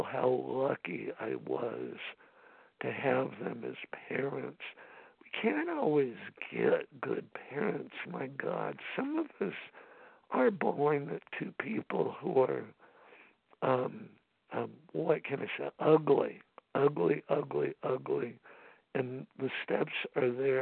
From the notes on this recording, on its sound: from the 100 Pounders Phone Meeting, 8/27/23.